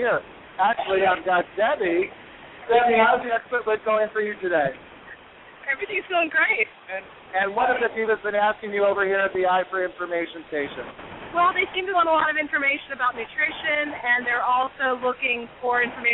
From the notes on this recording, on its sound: broadcasts live from the American Diabetes Association Expo, in Pittsburgh, PA.